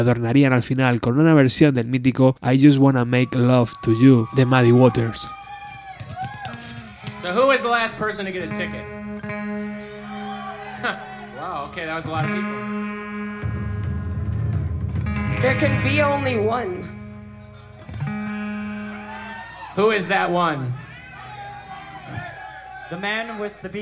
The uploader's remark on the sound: Live at Double Door (02/1995). Double Door Rehearsal.